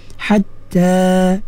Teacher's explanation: Ain ha, ha disempitkan tengah halqum tu, ya. Hatta waqaf dengan dua harakat, jangan panjang. · Term: mat asli